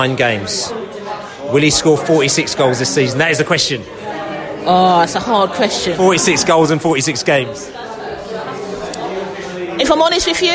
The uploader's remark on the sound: post-match podcast from the pub